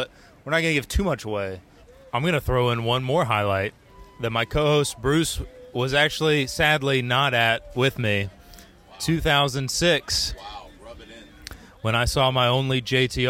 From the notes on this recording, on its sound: The Grey Street Pod crew hit the road and attended the July 19th show in Charlotte, NC. While in the lots, we decided to turn on the microphone.